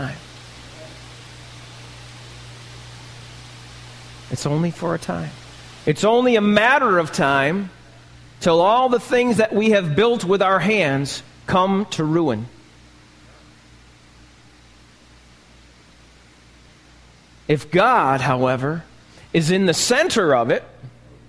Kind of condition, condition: setting, large echoing room